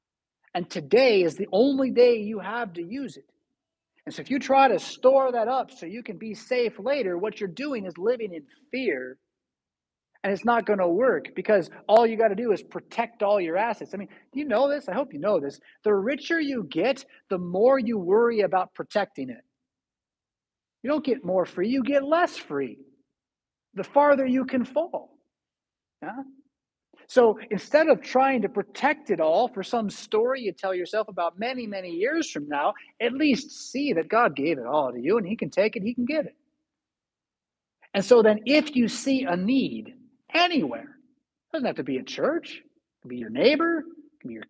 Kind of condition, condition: setting, large echoing room